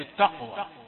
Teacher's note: البعض يخطئ فيفخم التاء يقول التقوى